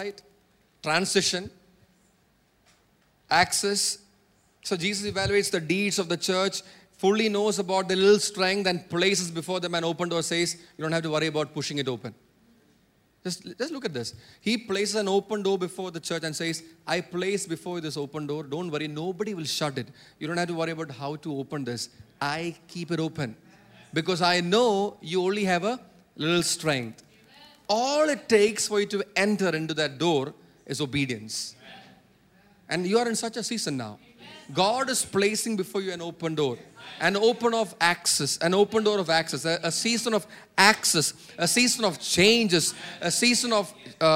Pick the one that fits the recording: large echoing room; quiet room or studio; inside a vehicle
large echoing room